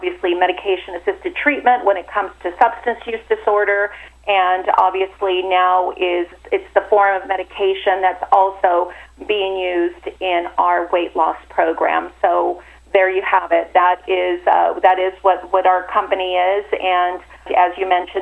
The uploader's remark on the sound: called in to SmallCapVoice